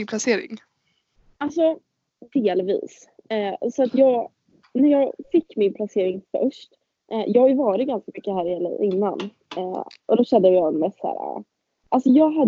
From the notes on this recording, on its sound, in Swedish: Smärre ljudproblem igen...